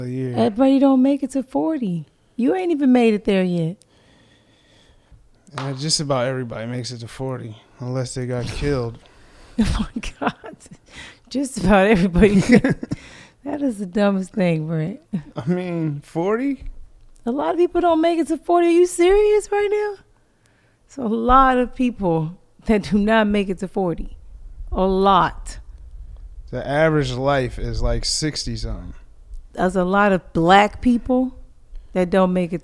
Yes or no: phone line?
no